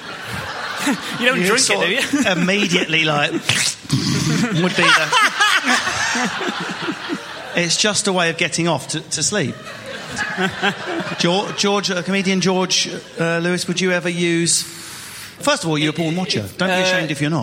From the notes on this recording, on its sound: All in front of a studio audience as part of the Manchester Podcast Festival.